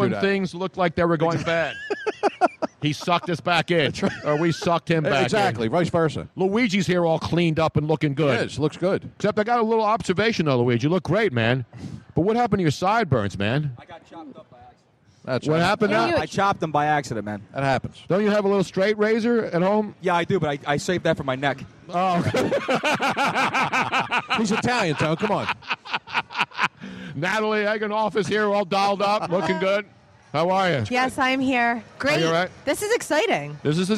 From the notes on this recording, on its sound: We are LIVE at XFinity Philadelphia for the Red Carpet Premiere